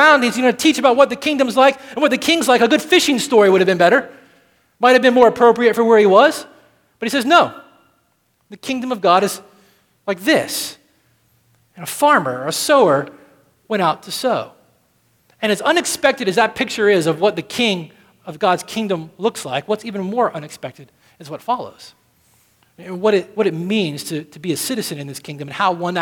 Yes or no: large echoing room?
yes